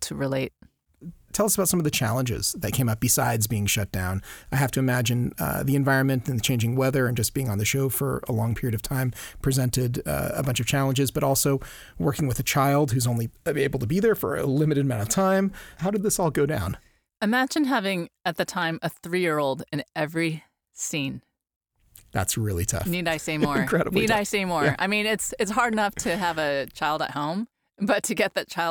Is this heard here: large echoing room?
no